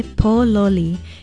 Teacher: It is spelled P-O-L-O-L-I, and the first syllable is stressed